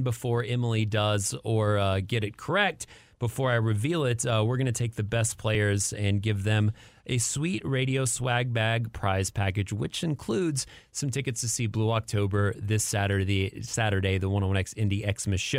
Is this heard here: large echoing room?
no